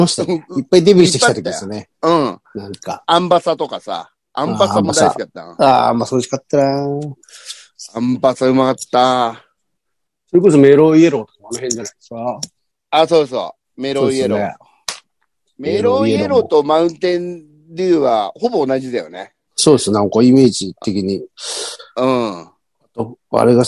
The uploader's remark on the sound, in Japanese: ZOOMで収録